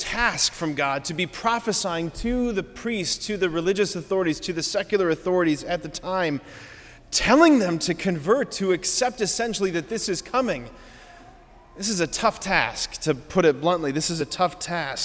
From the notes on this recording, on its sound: Preached this homily on September 10, 2023 at Sacred Heart of Jesus Catholic Church in Wadsworth, OH.